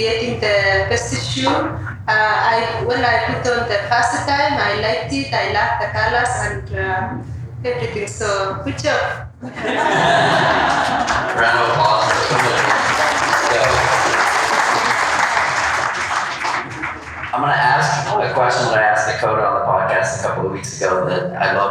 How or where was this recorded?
live audience